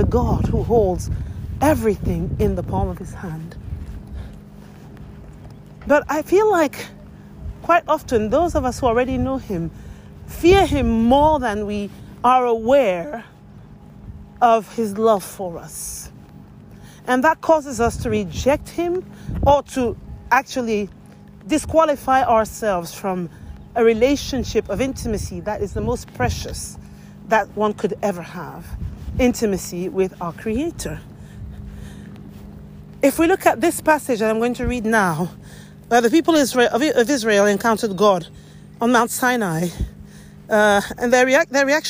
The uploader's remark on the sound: This is a noisy episode recorded while walking outside. So, it is noisy and the volume fluctuates.